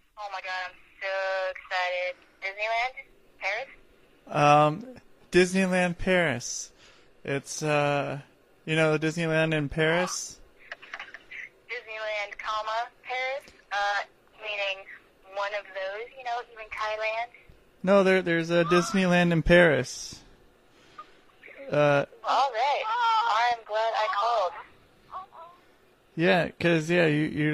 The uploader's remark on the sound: I have a phone in call. From Sandpoint Idaho.